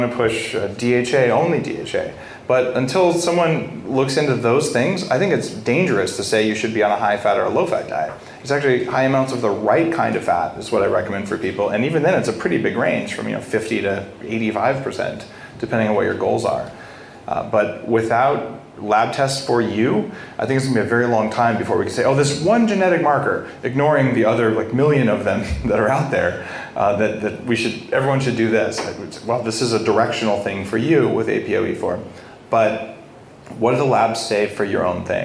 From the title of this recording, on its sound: Live from London